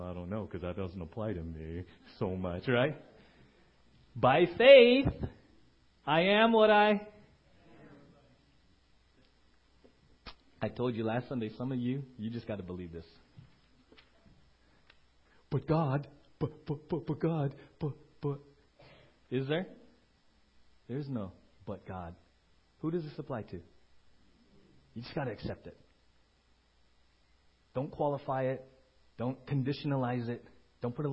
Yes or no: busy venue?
no